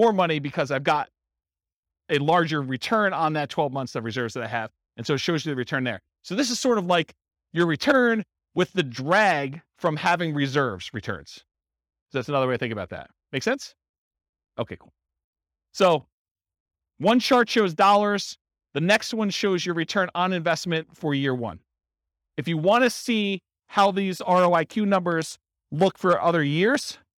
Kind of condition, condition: setting, live audience